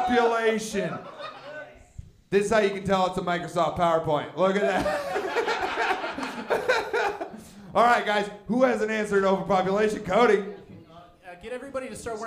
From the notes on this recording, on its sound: This is a live show that provides the set ups, and comedians create the punchlines live on the spot!